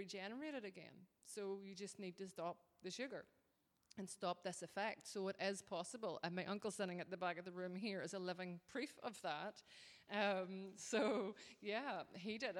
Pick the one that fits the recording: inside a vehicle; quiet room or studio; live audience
live audience